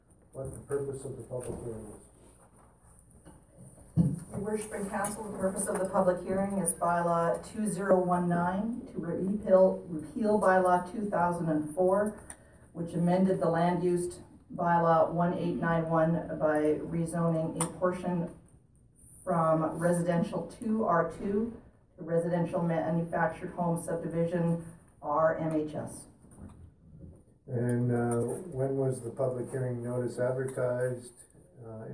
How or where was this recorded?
large echoing room